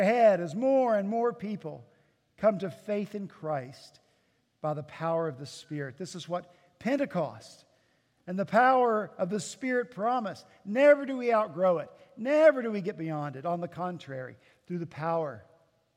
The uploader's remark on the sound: At Redeemer Presbyterian Church in Charleston, SC